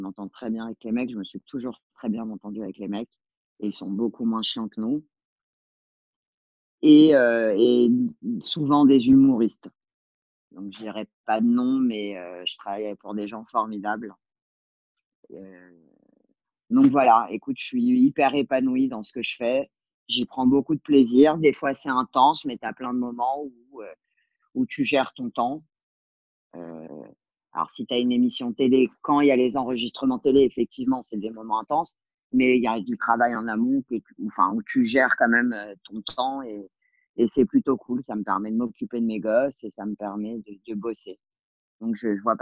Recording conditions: video call